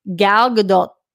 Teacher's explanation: It just was slightly softer T than most Americans would use.